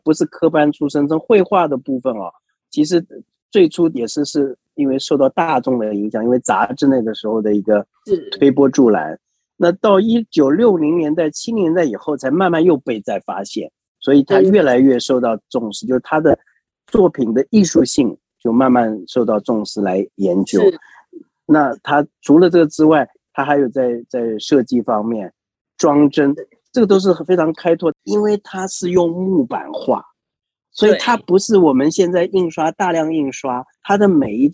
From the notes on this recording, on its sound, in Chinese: 本集採線上錄製